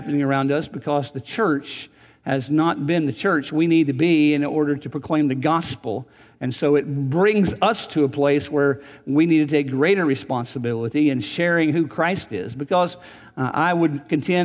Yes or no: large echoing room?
yes